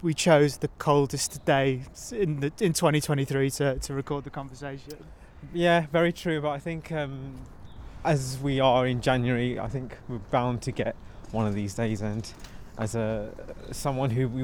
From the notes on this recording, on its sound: Welcome to a bitterly cold Victoria park for a second time this week. Recorded live in the park. Took a stroll to chat.